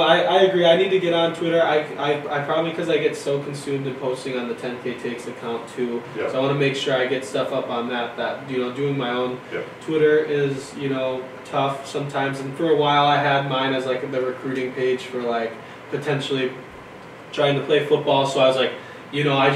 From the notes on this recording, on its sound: Apologize for the audio. One of our mics got messed up so we had to use the camera audio for this episode.